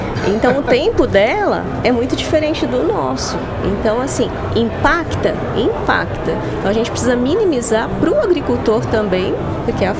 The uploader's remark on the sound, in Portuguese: Estamos ao vivo da Hortitec 2023